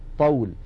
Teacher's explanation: جاء بعدها مثلا هذه هذا المثال الطول يحولون اللام إلى طاء فيصير عندي طاءان طاء ساكنة وطاء متحركة أي متماثلان والأول ساكن فيدغمون الطاء الأولى في الثانية · Term: اللام الشمسية